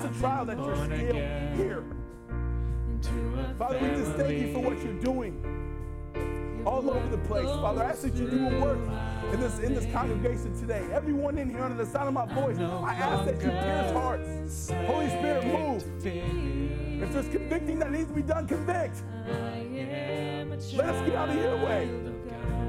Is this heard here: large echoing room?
yes